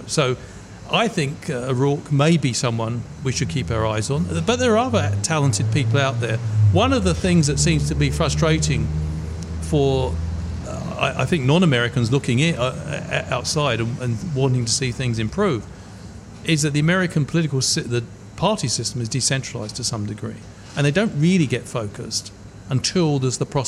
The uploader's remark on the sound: Broadcast live from Ombrellitos